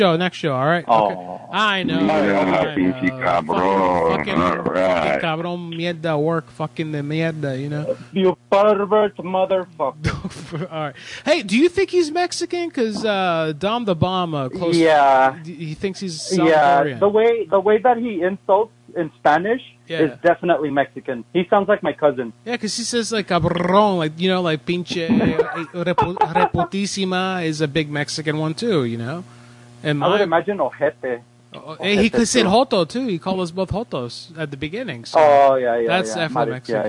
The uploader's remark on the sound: Prank call. A hilarious call from corporate in which he gets a customer to walk off with a clerk’s name tag and phone.